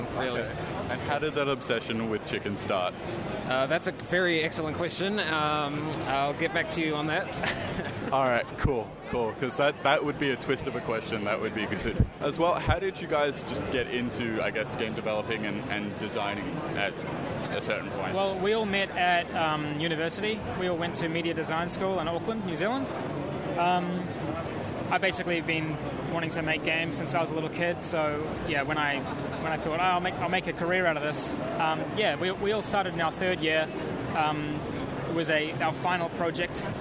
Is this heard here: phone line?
no